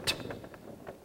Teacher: the plosive T in water, T, that's a stop, it's not a continuant like M